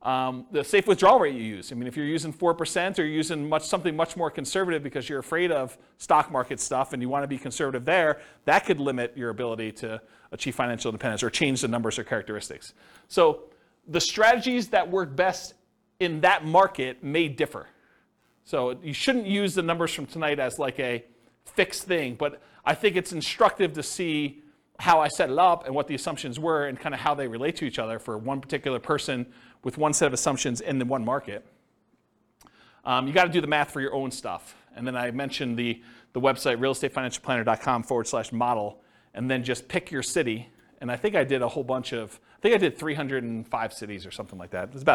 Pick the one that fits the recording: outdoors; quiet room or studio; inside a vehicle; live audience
live audience